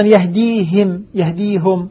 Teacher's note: وجود الياء قبلها كسر الهاء للمجانسة والمجاورة